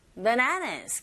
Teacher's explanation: 그리고 바나나가 아니라 bananas. Bananas 강세가 뒷부분에 있고요